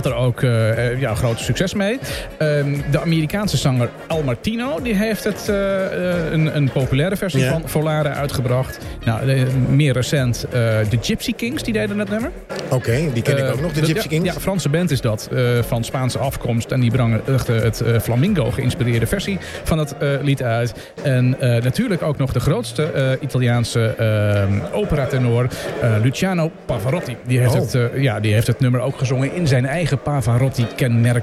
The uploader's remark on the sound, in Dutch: live vanuit de bruisende ambiance van de 50PlusBeurs in de Utrechtse Jaarbeurs!